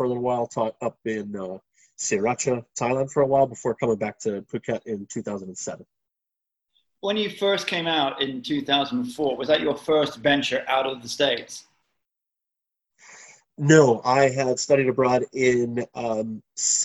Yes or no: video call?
yes